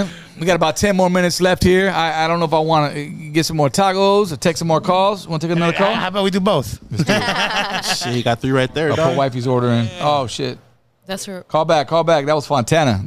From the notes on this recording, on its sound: TODAY we are location LIVE from Bubba's Tacos in Ontario, CA!